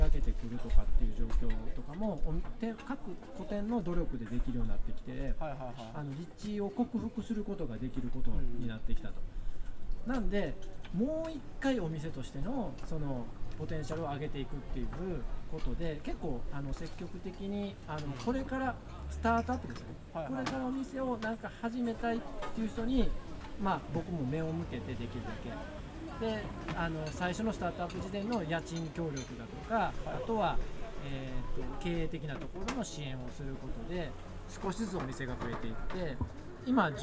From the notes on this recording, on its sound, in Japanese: 2021年7月22日に開催された「イノタウンフェス」の特設会場で収録しております。宝塚市小林イノタウン 初のロケです。